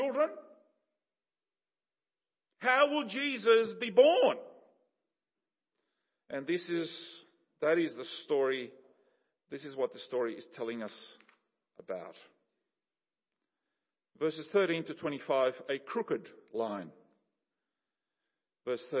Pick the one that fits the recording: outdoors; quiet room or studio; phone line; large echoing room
large echoing room